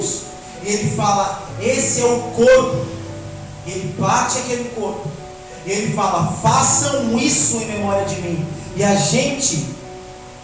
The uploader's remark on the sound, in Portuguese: O áudio não está com qualidade excelente.